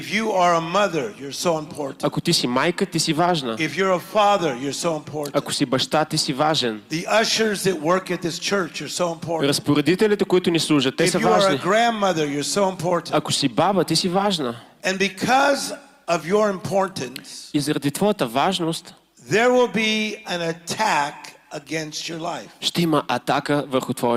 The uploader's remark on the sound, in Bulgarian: записано на Конференция Пробуждане 2023 - "Отвъд Стените"